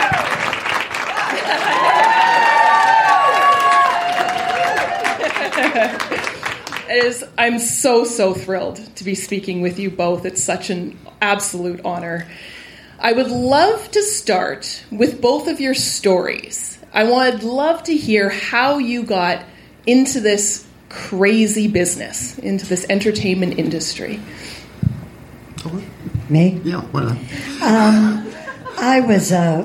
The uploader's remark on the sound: LIVE SHOW RECORDING. My first ever live show!!